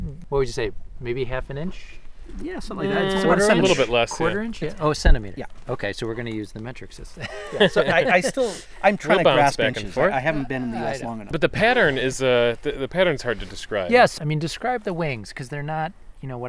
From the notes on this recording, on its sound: The guys wrap up their behind-the-scenes tour of the Cornell University Insect Collection. Takes them out into the woods for some nighttime mothing! This episode was recorded on July 2-3, 2022 at the Cornell University Insect Collection in Comstock Hall at Cornell University and at Steege Hill Nature Preserve in Corning, NY.